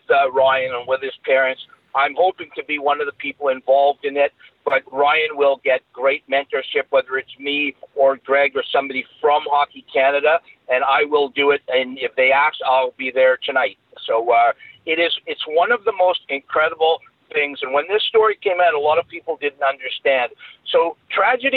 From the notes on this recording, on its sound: Racked up an expensive phone bill calling Finland and Toronto. Skype credit is a saviour for a podcast like us!